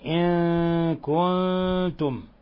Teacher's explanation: إن كنتم، إخفاء حقيقي في الموضعين. النون الساكنة مع الكاف والنون الساكنة مع التاء تخفى إخفاء حقيقيا من غير تشديد مع غنة من الخشوم